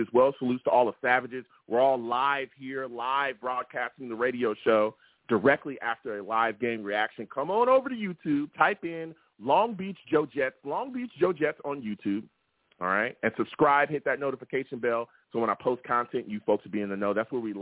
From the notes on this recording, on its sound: The callers went crazy on this show and the takes were flying! I take live callers!